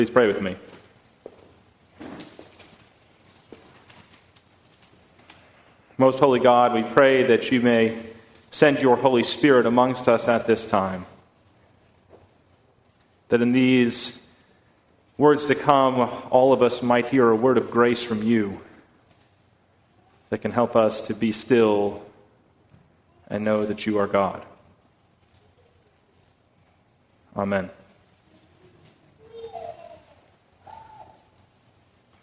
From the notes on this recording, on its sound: at First Congregational Church of Houston